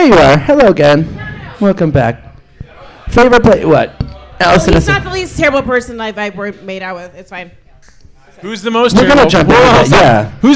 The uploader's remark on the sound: Live at the Looking Glass Lounge